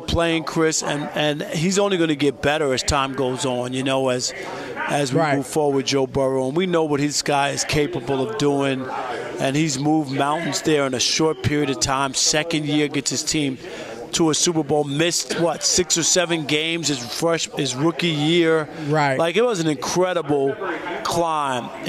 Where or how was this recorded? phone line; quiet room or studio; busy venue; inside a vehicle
busy venue